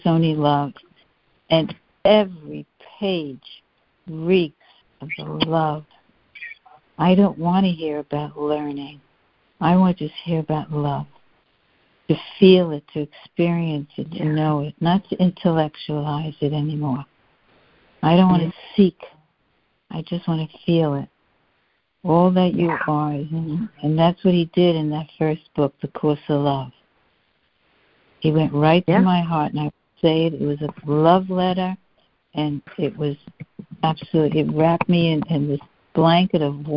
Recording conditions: phone line